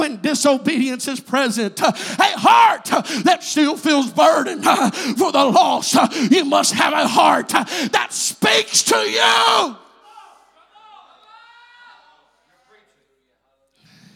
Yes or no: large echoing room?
yes